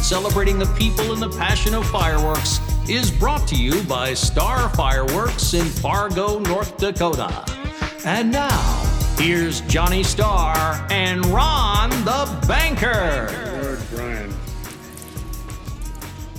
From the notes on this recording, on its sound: This episode of Fireworks Brigade was recorded around midnight during “Afterglow” on night 2 of the NFA’s Annual Expo in Branson, Missouri.